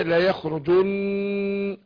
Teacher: النون مشددة أديها غنة حركتين